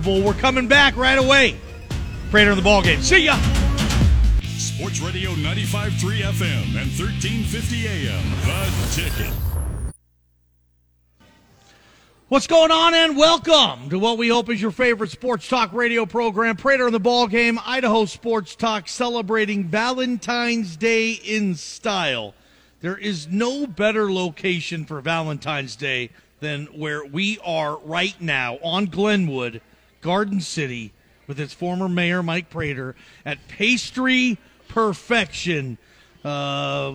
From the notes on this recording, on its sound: Live from Pastry Perfection for Diamond Dig XII